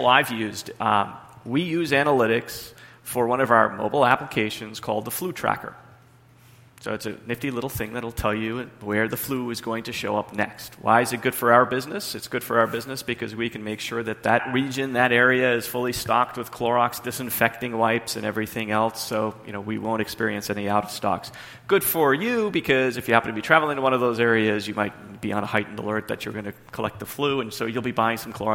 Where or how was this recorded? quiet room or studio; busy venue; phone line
busy venue